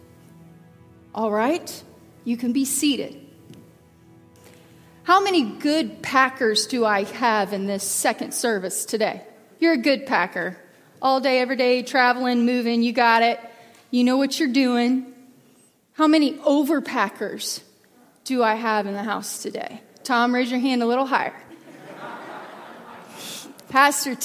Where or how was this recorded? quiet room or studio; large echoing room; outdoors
large echoing room